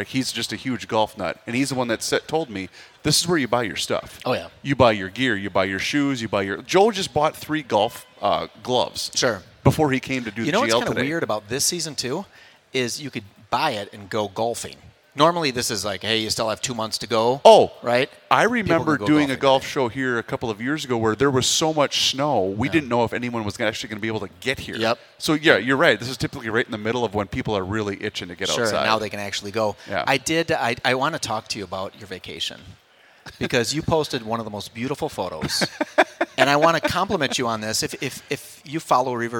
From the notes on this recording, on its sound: live at the 2024 MN Golf Show